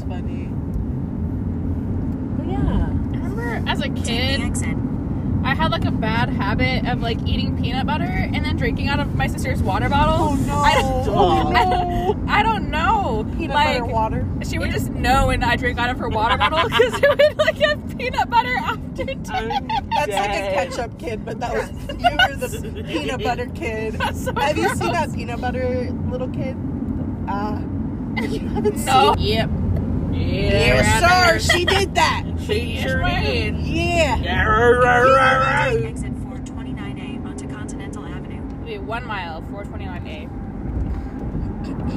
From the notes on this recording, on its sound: Car Conversations. WE ARE IN THE CAR AND YOU CAN HEAR CAR SOUNDS.